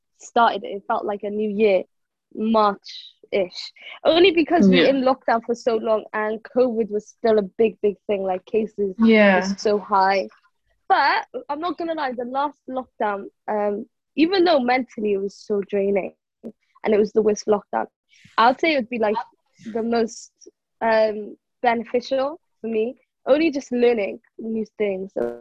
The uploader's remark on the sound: we recorded on zoon so sorry for any audio issues!